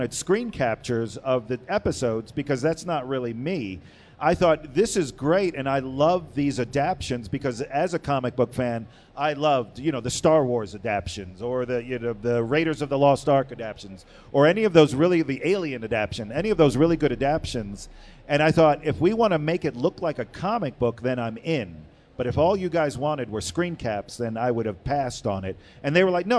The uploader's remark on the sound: live from the creator stage at Denver FanExpo 2022